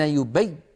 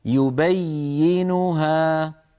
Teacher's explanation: المهم أن لا ينقطع صوت الياء، لأن الياء حرف رخو يمتد الصوت به · Shown in: second take